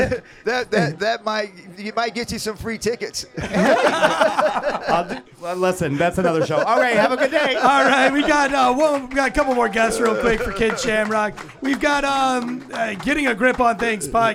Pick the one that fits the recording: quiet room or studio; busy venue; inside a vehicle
busy venue